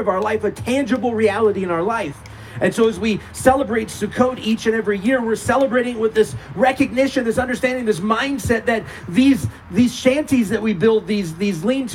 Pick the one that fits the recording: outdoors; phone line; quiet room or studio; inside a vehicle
outdoors